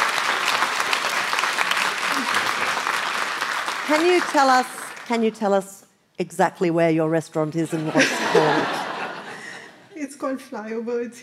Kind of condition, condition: setting, live audience